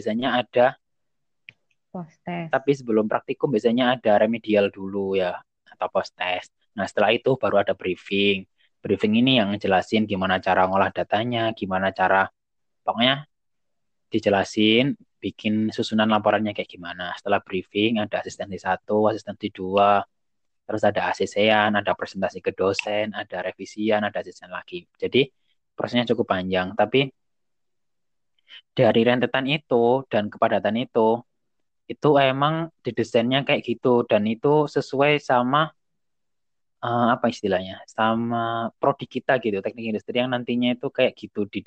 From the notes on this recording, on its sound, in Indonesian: Mohon maaf atas suara yang kurang jelas dikarenakan kondisi jaringan pada saat rekaman kurang stabil.